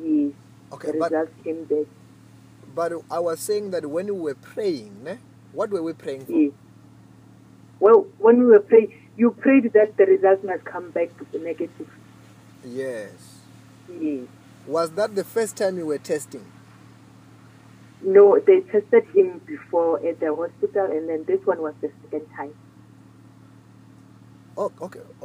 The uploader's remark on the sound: healing over the phone